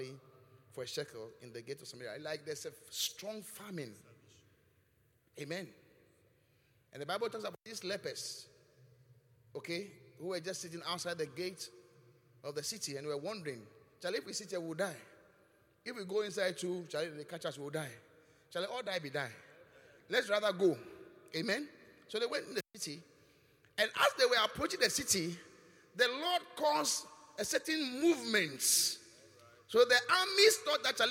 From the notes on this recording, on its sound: Preached at the Qodesh